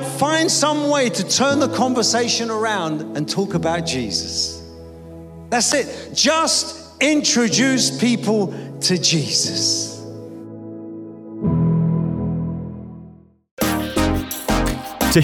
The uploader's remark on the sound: Preaching at a Church in Thailand.